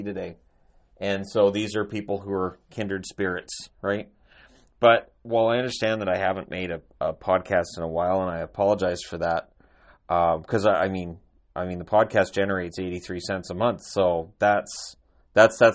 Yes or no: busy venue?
no